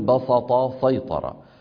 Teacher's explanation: ومن العرب من يفخم السين في هذين الفعلين لمجاورتهما الطاء المستعلية المطبقة فيقول بسط سيطر.